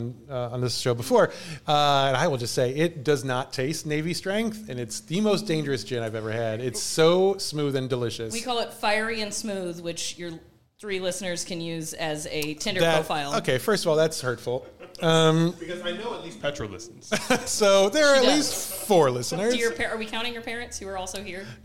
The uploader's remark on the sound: Live from Pinckney Bend Distillery. We recorded a live episode about a haunted Missouri winery, so it's like a spirits-based episode recorded about spirit spirits at a place full of spirits.